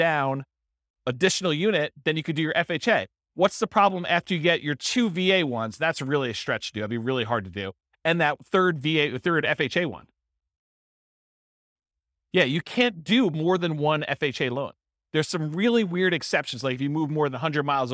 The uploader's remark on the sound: This was a live class recorded